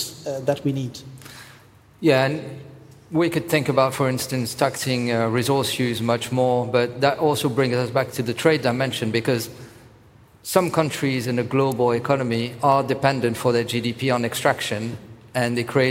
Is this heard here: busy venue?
yes